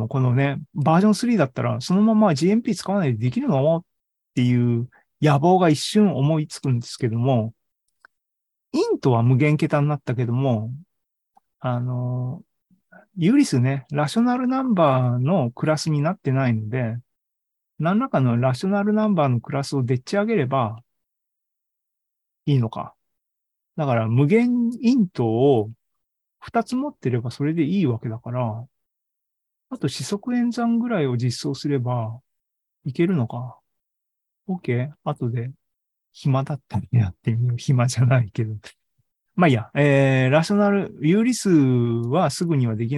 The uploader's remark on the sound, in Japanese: ２０２２年１１月３０日に開催した ZOOMライブの模様です